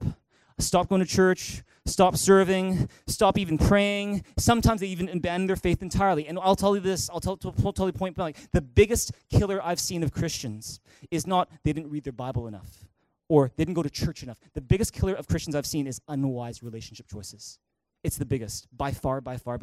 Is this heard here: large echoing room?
yes